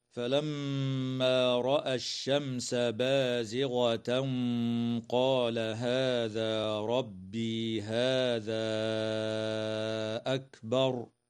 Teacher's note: الميم المشددة في كلمة فلما حكمها الغنة، والميم الساكنة في كلمة الشمس حكمها الإظهار الشفوي لوقوع السين بعدها، والتنوين في قوله تعالى بازغة قال حكمه الإخفاء مع الغنة مفخمة، والألف قبل الهمزة من قوله تعالى هذا أكبر تمد بمقدار 4 أو 5 حركات · Term: المد المنفصل